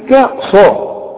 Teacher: الأول أرقق الكاف وبعدين أفخم الصاد